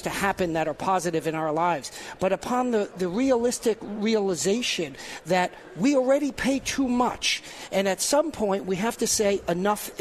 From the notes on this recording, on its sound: Live at the State Capitol for Filing Day.